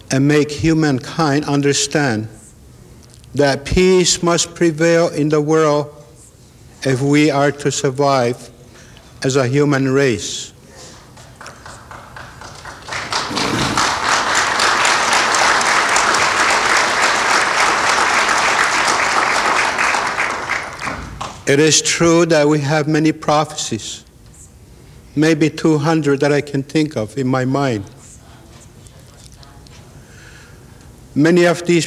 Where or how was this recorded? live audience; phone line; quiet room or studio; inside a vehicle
live audience